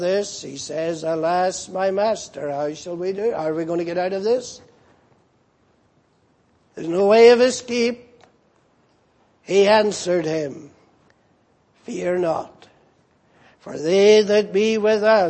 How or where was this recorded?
large echoing room